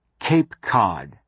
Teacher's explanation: your tongue body is in different positions for the two K sounds